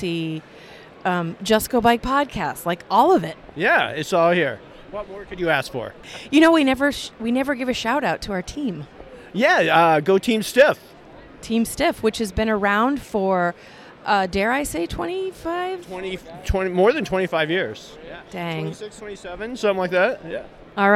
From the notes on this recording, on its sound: Interviews From the Iowa Bike Expo. Walked around and talked with various people about their business, or reason to be at the Iowa Bike Expo.